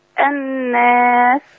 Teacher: لما يجي شد على حرف النون نقف عليها شوية